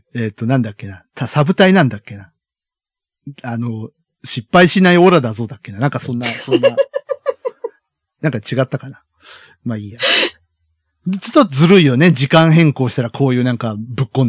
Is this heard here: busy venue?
no